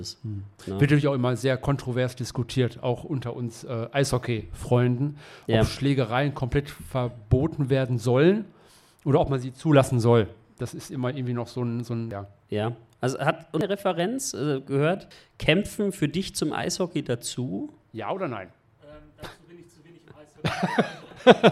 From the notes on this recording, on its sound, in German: Podfluencer Live Neu-Ulm. Wir waren Live beim Podfluencer Festival und hier kommt unsere Episode dazu!